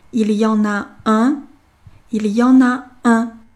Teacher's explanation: n 呢，跟后面的啊进行连诵，na · IPA: [il j ɑ̃ na œ̃]